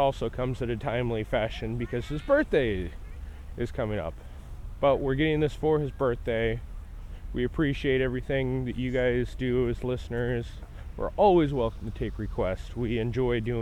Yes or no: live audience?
no